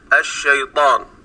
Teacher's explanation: كذلك في كلمة الشيطان أنتبه لحرف الطاء، فحرف الطاء هو أقوى حروف اللغة العربية ولا هواء فيه